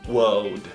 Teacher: Você não vai pronunciar o R. Você vai falar somente world.